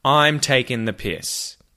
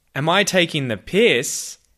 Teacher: I want you to notice intonation-wise that the end of the sentence goes up. · Shown in: second take · So instead of saying, I'm taking the piss, that's going down.